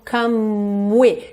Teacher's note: Você já sai do M, do come, para o som do W.